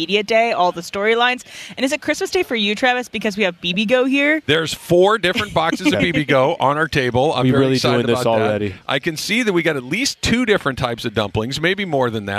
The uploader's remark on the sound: LIVE from LAKERS Media Day in EL Segundo!